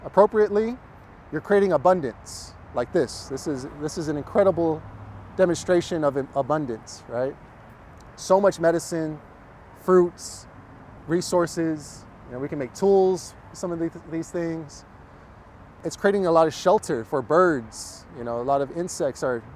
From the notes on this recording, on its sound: a tour of Festival Beach Food Forest in Austin, Texas.